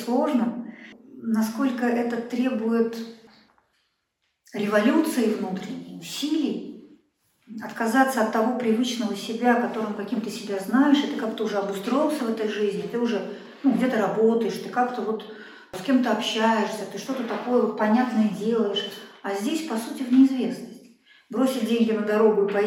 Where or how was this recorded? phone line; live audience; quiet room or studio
live audience